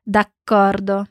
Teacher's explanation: demora um pouquinho na dupla consoante C.